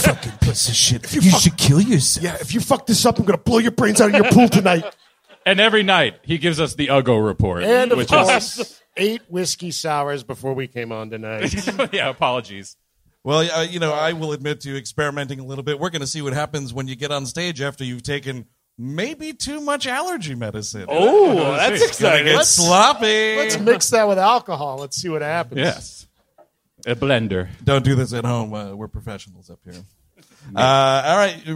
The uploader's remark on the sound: Live in Philadelphia. At the Punchline Philly in Philadelphia, PA.